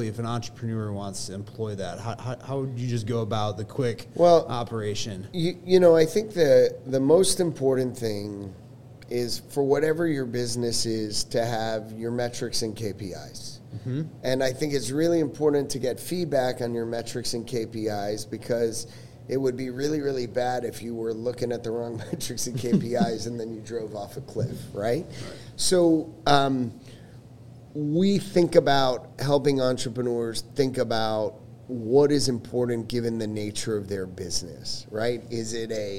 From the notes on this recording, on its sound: The episode was recorded at Capital Factory's Fed Supernova in August of 2023. The episode was recorded at Capital Factory's Fed Supernova in August of 2023.